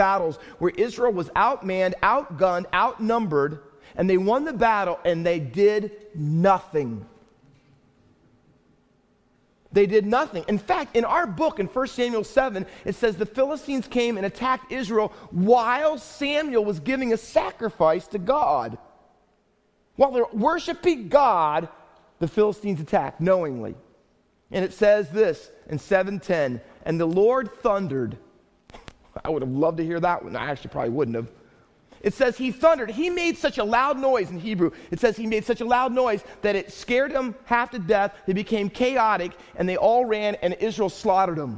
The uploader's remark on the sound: Faith Baptist Church in Hamilton, NJ.